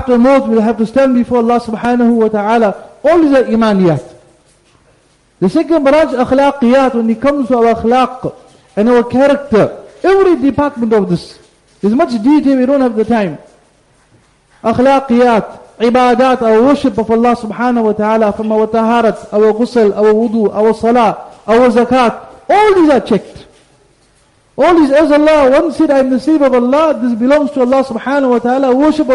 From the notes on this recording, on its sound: Jumuah Lecture at Glenearn Road Masjid